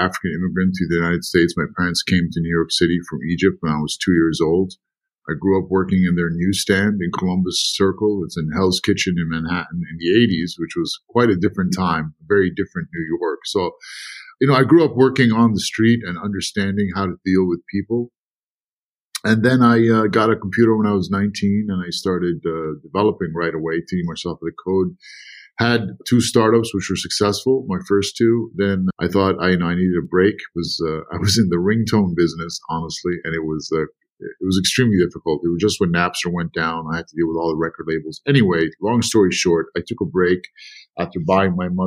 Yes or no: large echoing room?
no